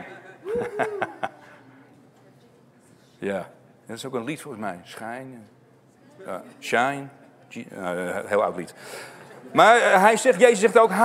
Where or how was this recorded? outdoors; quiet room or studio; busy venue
busy venue